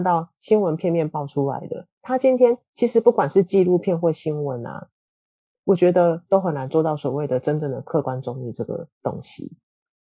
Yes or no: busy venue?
no